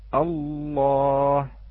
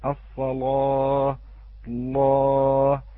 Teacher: فسوف نلاحظ أن الصوت يخرج من الجانبين · Term: حرف اللام